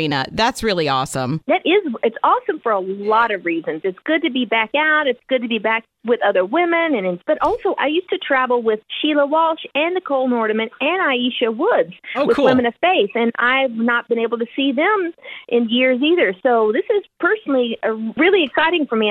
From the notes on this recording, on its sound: Spent some time on the phone.